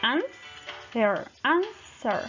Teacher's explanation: en vez de pronunciar la W, hacemos como que una pausa. · Term: silent W